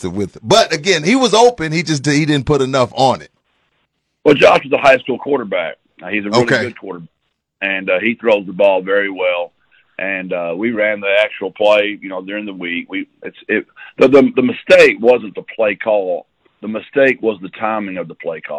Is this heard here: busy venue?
no